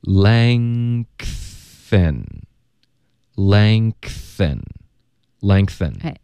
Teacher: 一个 N 后鼻音连到 TH 或者别的摩擦音呢就会爆一个 K 的音出来 · Term: 添加音